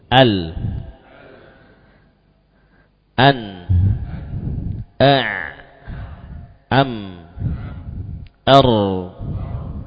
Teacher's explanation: Tengah-tengah baina syiddah war rohawah, antara berhenti atau mengalir, ya. Yaitu huruf-huruf lam, nun, ain, mim, dan ra. · Term: huruf tawassut